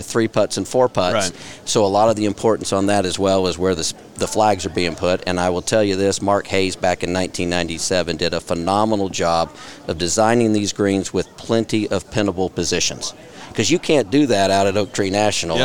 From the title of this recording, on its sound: Live From Kickingbird for OGA State Junior!!